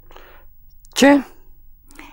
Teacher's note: Like the ch in church, but put your tongue behind your top front teeth.